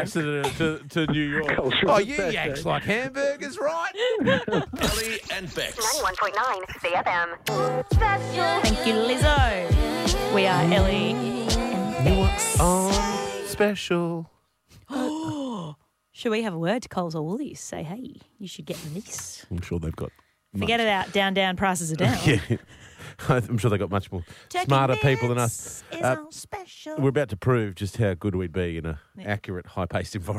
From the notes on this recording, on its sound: calls the guys to chat